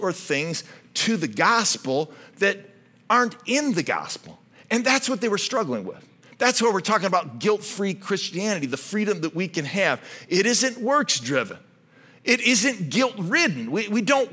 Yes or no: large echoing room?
yes